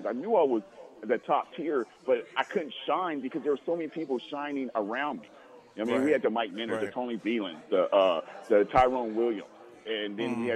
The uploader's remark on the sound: Live From Daq Shack (4630 Leighton Ave Suite 25)